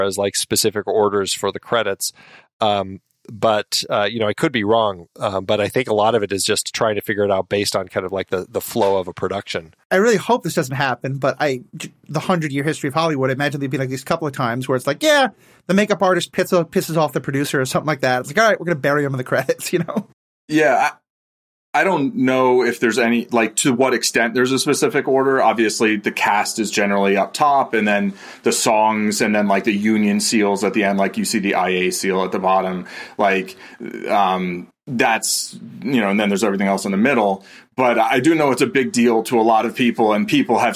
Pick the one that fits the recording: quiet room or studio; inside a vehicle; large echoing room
quiet room or studio